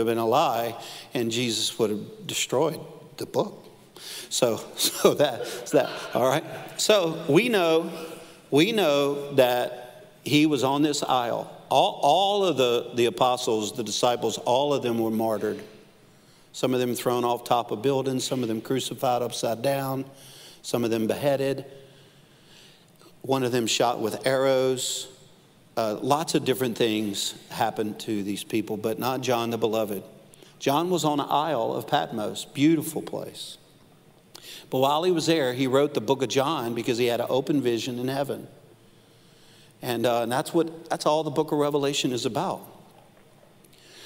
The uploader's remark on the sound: Live at NLC Conway.